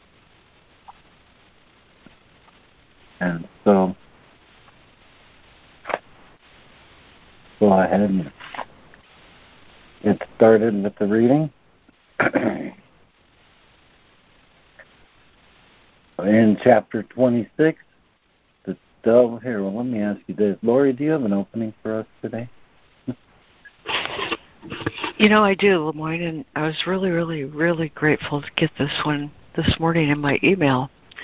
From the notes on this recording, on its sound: ACIM Daily Conference Call.